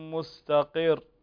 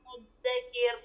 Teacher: الراءات في كلمة مستقر ومدكر هنا راء ساكن أو قبلها مكسور وليس بعدها حرف استعلاء فنقف على هذه الكلمات براء مرققة